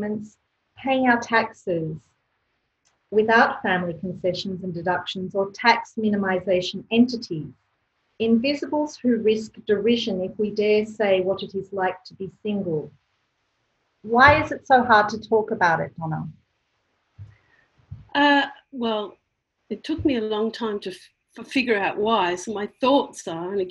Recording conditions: video call